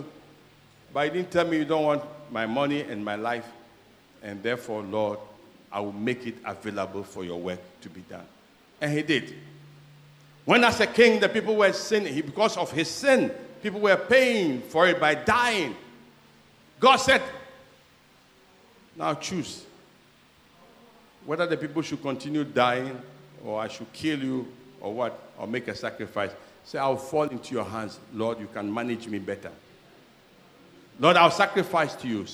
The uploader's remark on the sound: Sermon preached at CBC Adabraka Campus